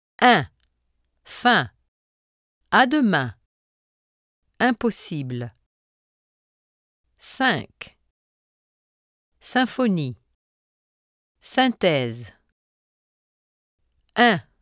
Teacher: For the sound un, pronounce the an of the English word pan, but drop the n while still keeping the vowel nasalized · Term: nasal vowels